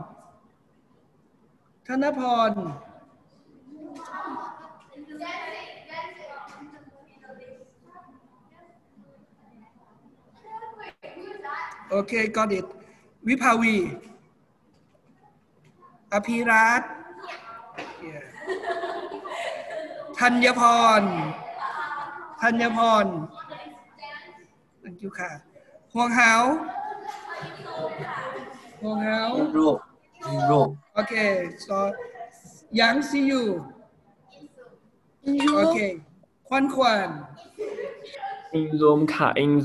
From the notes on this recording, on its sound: PODCast of LIVE Class Record